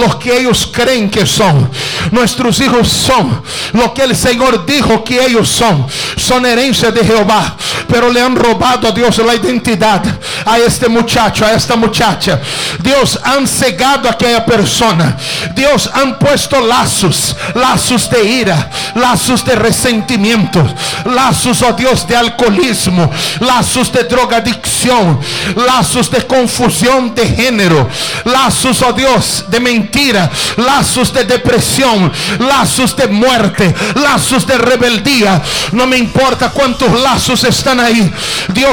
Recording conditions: large echoing room